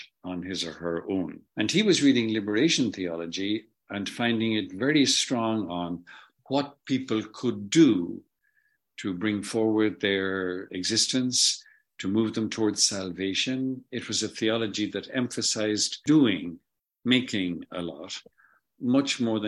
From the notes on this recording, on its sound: In this zoom interview